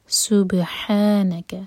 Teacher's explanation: ہا حلق سے اور با پر قلقلہ